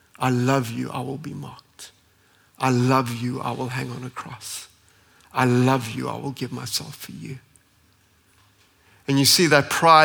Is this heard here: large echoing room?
yes